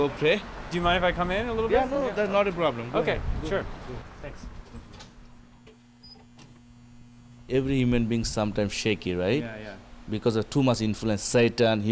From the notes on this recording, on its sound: Queen street between like 1 and 6 am. Went to Trinity Bellwoods Park in Toronto at about 1 am and started walking west. Somehow we ended back at the park at like 6.